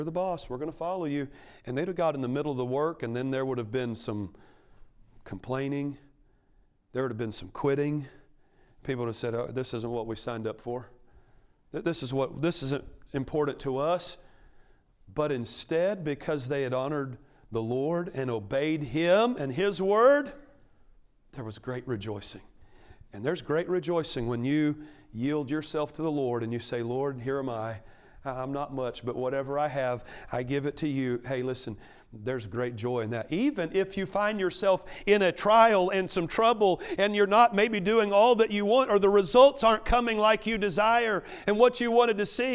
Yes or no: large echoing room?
yes